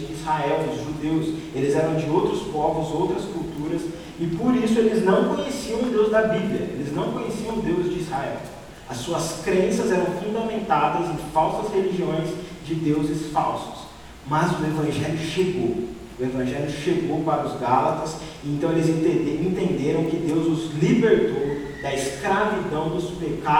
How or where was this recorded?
large echoing room